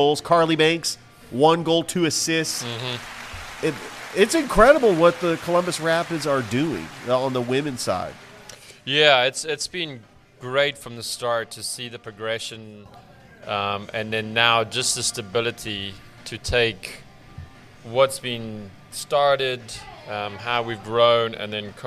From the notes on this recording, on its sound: Live from Ivy Park Sports and Grill